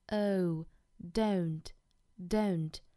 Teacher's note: 英音的话我们注意里面有一个双元音的滑动。